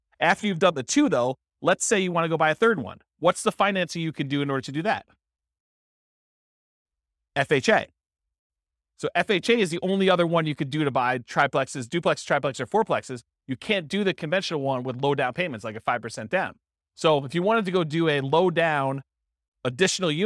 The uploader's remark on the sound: This was a live class recorded